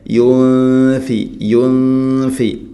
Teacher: യുൻഫി ഇഖ്ഫാഉ ബിഗുന്ന, അവ്യക്തമാക്കി മണിക്കണം, നൂനിനെ അവ്യക്തമാക്കി മണിക്കണം. സാക്കിനായ നൂന്നിന് ശേഷം ഫ വരുമ്പോൾ ഗുന്ന ചെയ്യണം. പക്ഷേ ഈ ഗുന്ന പലപ്പോഴും ഇദ്ഗാം രൂപത്തിൽ ആവുന്നതാണ് പ്രത്യേകമായിട്ടും ശ്രദ്ധിക്കേണ്ടത്.